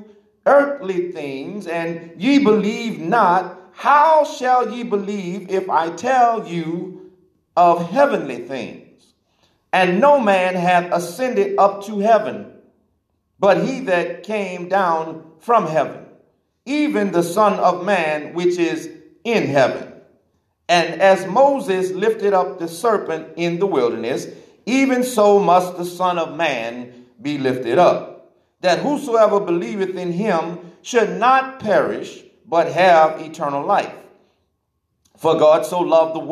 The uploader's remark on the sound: This message was recorded in the sanctuary of Divine Mission House Of Prayer